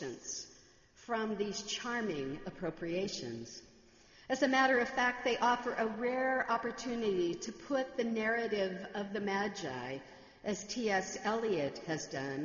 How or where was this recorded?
large echoing room